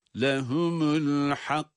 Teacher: Hak, ses bir kesiliyor nefesle birlikte. Sonra kaf, kalkale sesi, tabi kaf harfinin sesi patlatılarak kalkale ile okunuyor. Ama cezimli.